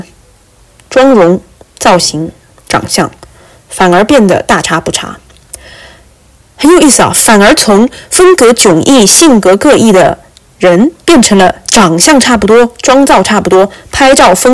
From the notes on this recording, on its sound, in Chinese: 我没有带我的小话筒回国。这期播客的音质有点差，因为是我用手机直接录制。